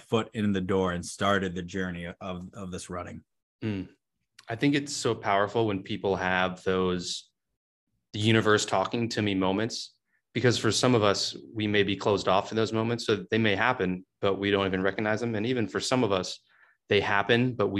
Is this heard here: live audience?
no